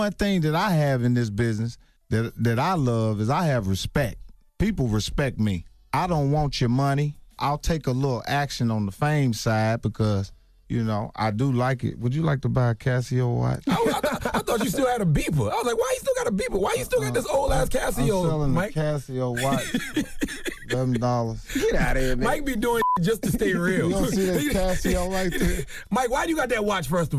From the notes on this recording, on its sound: We opened up the phone lines to see how our male listeners would respond to it.